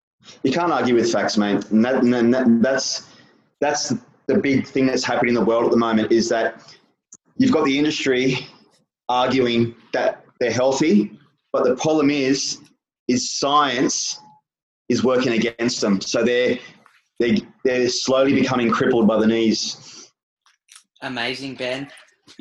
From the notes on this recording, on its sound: over a zoom call